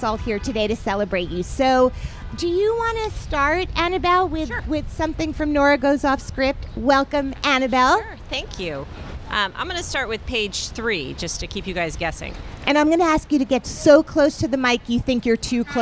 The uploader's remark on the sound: LIVE from Bryant Park